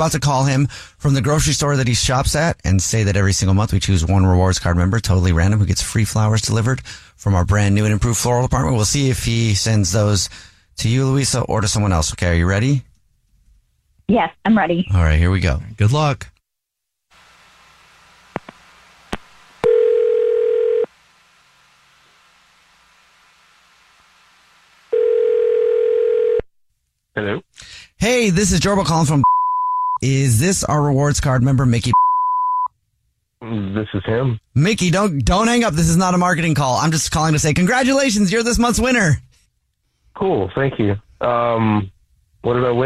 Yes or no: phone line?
yes